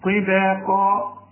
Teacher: علشان الطاء مفخمة والقاف مفخمة، انما الباء في عموم القرآن مرققة